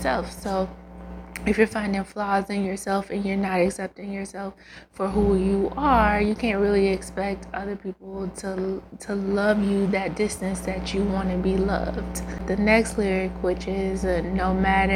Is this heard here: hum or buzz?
yes